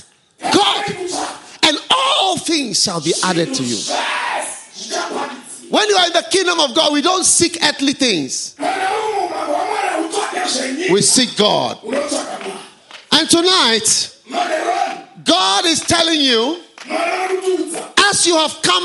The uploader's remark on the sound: Preached at Healing Jesus Campaign, Harare.